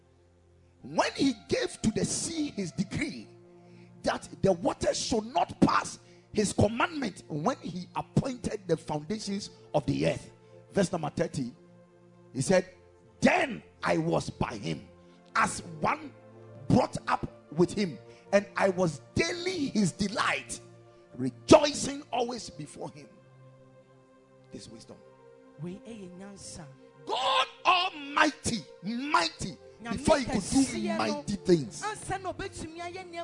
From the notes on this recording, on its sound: Preached at the Ekklesia Chapel